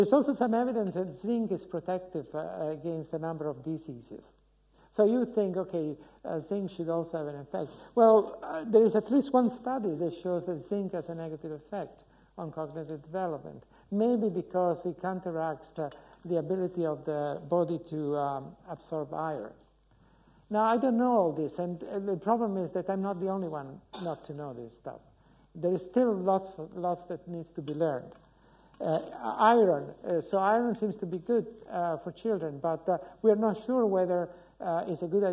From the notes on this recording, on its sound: UCL Lunch Hour Lecture